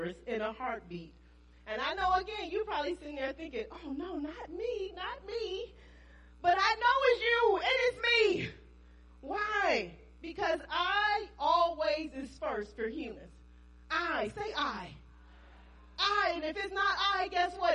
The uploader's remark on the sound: Praise and Worship Service New Life At Calvary - Audio